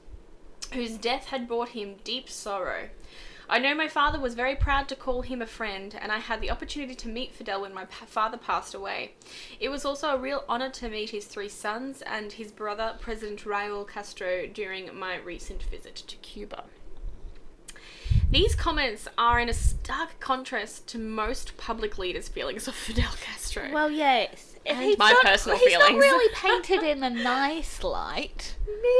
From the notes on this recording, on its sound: Refreshed and relaxed with brand new equipment!! Yes there is a weird word sound, no we don't know what is causing it.